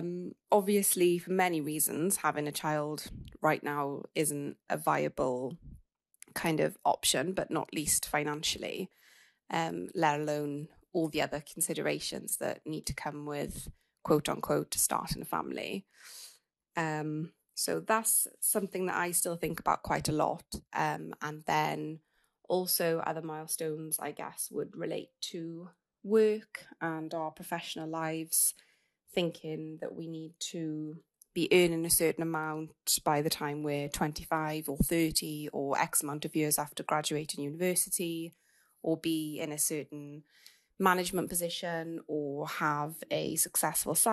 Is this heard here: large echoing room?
no